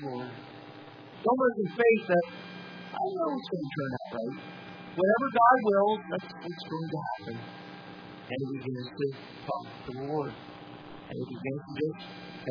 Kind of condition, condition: setting, large echoing room